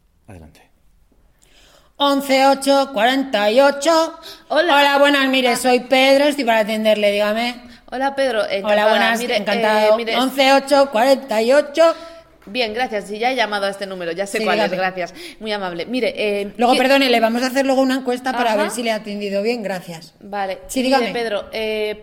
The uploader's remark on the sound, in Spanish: Este podcast se graba en vivo y el sonido es el núcleo del show. Nos encontramos sobre el escenario del teatro Tribueñe de Madrid.